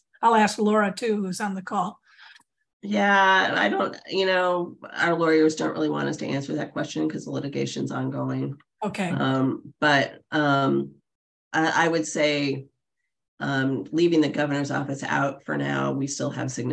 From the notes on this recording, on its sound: The Monday Zoom Lunch session. Monday Zoom lunch guests. You’ll also hear questions and suggestions from experienced journalists on the call.